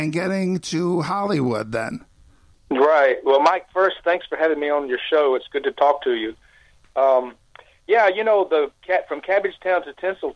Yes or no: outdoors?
no